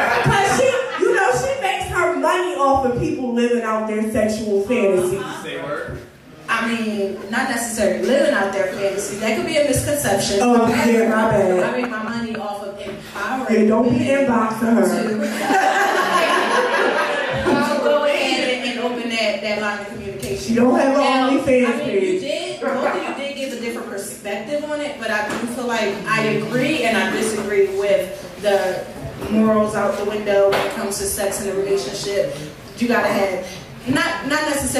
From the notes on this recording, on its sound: We go live each month with a live audience at DripsxFashion in Absecon NJ.